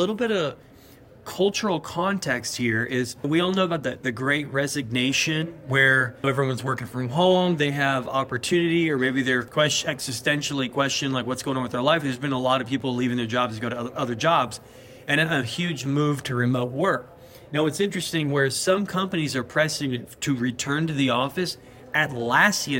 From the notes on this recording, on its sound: Recorded at Atlassian Team ’22. This special episode of The Modern Agilist Podcast was recorded LIVE at the Atlassian Team '22 conference in Las Vegas, Nevada!